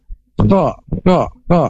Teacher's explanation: huruf kho ini makhrajnya dari tenggorokan bagian atas